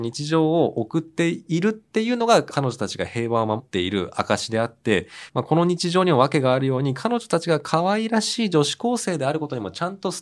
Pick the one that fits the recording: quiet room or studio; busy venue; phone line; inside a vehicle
quiet room or studio